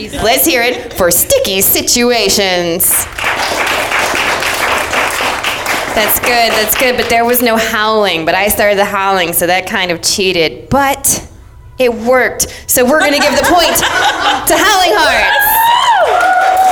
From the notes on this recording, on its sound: Comes to you from the All Jane Comedy Festival!